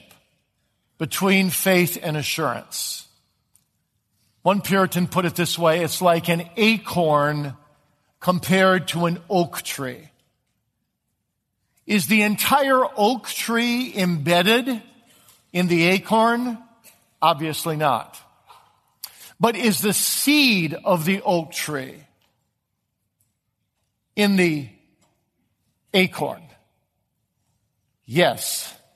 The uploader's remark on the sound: Reformation Heritage Books presents The Puritan Conference Podcast, which brings you the addresses from The Puritan Conference (2022).